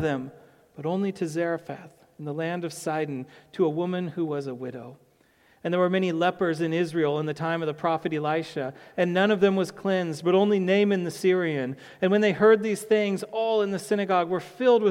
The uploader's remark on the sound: to the congregation of Peace Bible Church